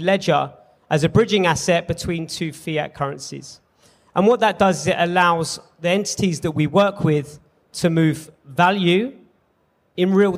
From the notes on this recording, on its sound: Panel Discussion at Cryptoexpo 2023 edition.